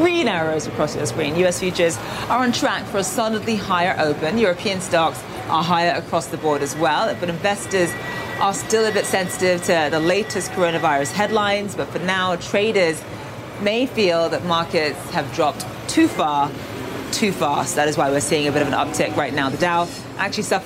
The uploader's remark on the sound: live from the New York Stock Exchange